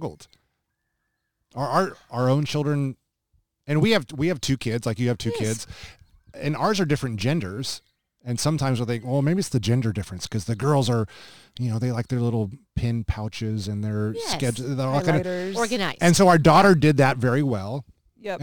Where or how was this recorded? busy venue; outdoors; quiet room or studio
outdoors